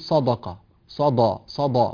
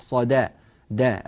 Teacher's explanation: الصاد مفخمة، الدال مرققة، القاف مفخمة · Shown in: second take · بعض الناس يفخم الدال هذه، دال مرققة بين مفخمين، فبدلا من أن يقول صدقة يقول صدقة، صدى صدى، وهذا غير صحيح، صدى داء، الدال مرققة وليست مفخمة.